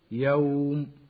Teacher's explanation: ويصح الوقف اختبارا على أين، ويسمى مد لين عارض للسكون مثل يوم